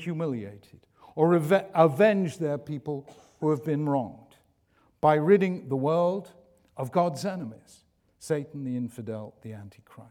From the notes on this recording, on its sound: In this public lecture.